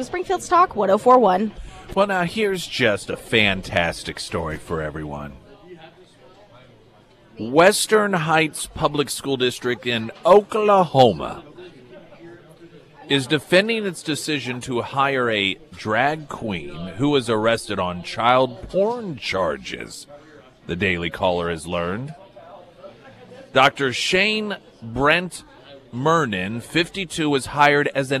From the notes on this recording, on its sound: live at Scramblers Diner for the Friday Road Show